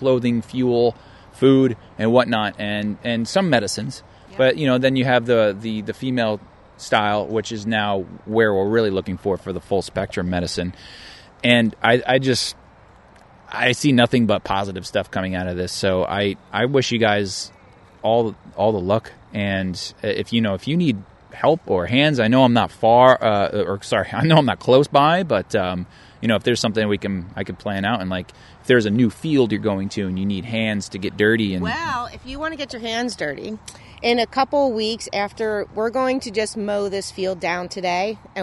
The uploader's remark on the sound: On location in Bethlehem Pa Industrial Hemp Field